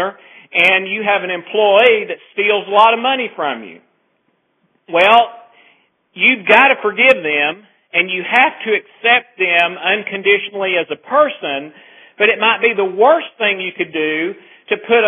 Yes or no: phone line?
yes